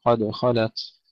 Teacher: قلقلة الدال، انتبه أن لا نكسرها، لا نقول قد خلت ونفخم الخاء بعدها، قد خلت.